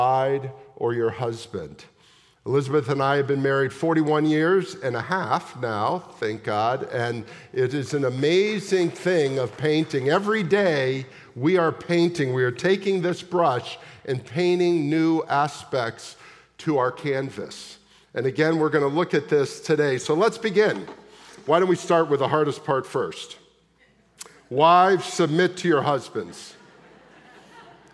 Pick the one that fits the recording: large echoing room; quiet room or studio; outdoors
large echoing room